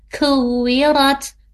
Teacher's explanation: Huruf K dia punya sifat. Sifatnya apa? Hams. Hams ada udaranya.